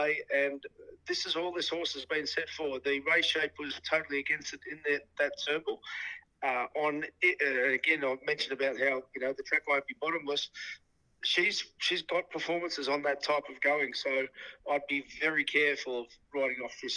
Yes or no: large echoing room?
no